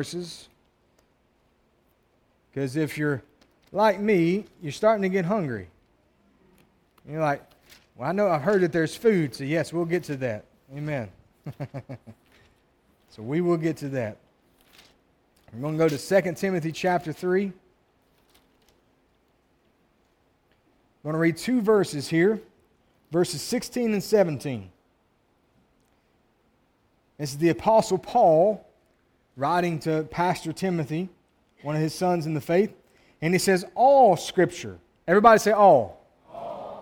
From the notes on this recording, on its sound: the message from the first service of our 2023 God's Graffiti Youth Conference